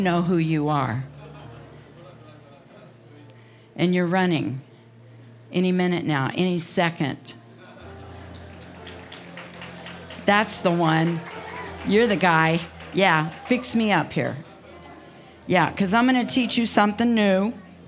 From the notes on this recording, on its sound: Preached at DCD Conference 2023, 6 Dec Evening Service